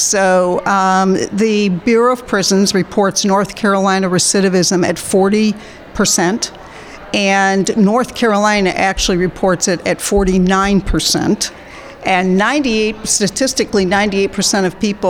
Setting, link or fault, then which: setting, busy venue